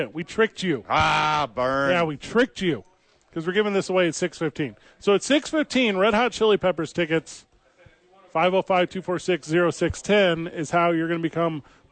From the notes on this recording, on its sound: live from the YMCA!